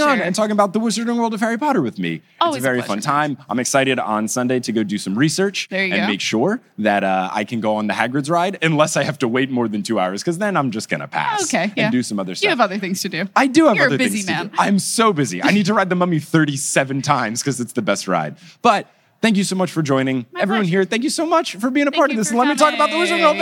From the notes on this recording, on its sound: Live from Podcast Movement 19 in Orlando, FL